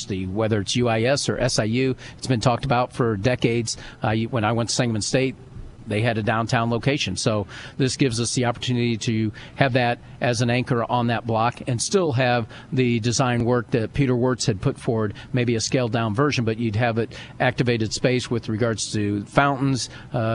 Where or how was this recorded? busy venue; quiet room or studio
busy venue